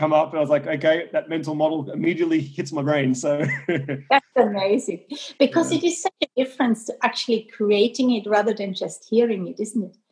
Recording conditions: video call